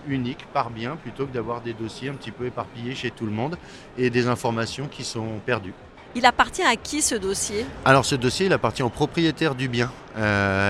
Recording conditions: busy venue